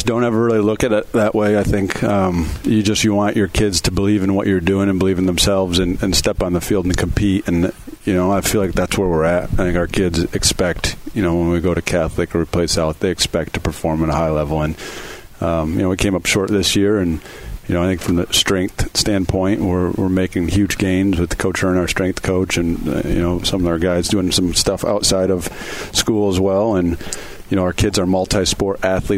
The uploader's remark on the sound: Today we're broadcasting live from Forest Hills Eastern.